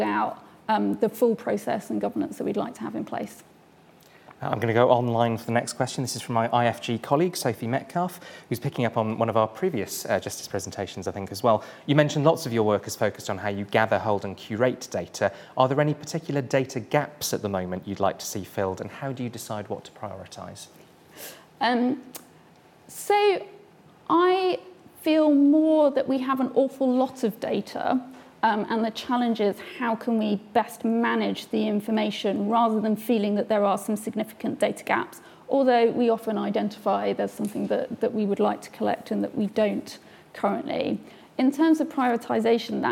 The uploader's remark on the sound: The speakers presented their work in an exciting, quickfire format. Each speaker had eight minutes, followed by eight minutes of questions from the audience.